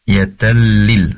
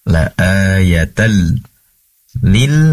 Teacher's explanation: Kemudian yatalil, ada tanwin bertemu dengan lam, tentunya idgham bighair gunnah, yaitu masuk ke dalam lam tanpa mendengung